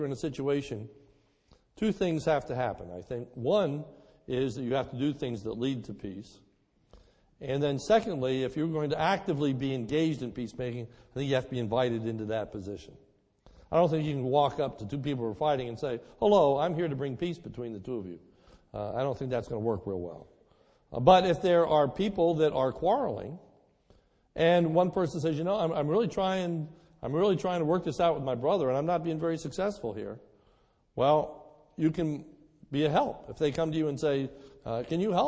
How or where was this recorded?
large echoing room